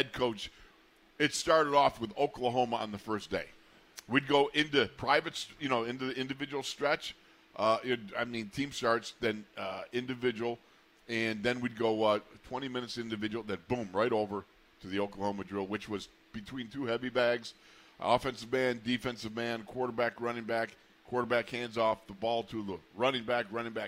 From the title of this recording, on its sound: In the Locker Room Live from Steelers Camp Day 5